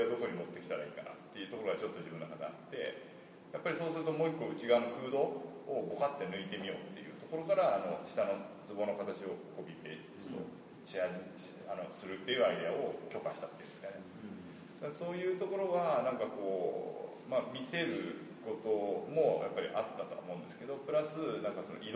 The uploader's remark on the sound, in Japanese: 会場：金沢美術工芸大学 展示室。OUTBOUNDー彫刻シンポジウム外伝 のトークイベントの録音です。